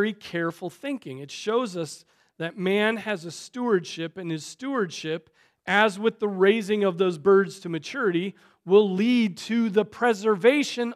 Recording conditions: large echoing room